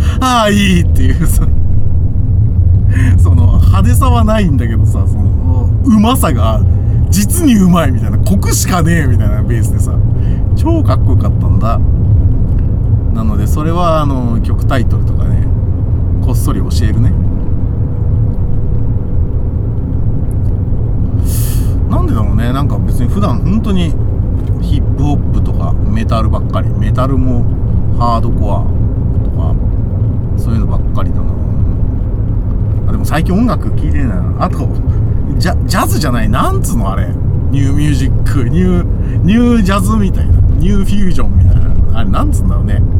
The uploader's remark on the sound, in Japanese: ただ運転して、ただ話してるから。車の走行音と運転手の声を遠くに聞きながら。